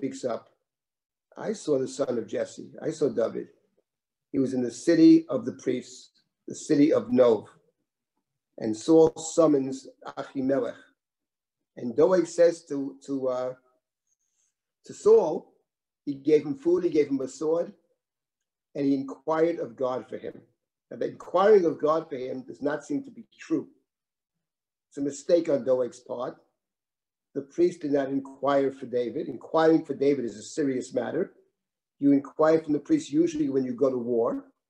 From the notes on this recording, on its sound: This audio was originally captured from Zoom.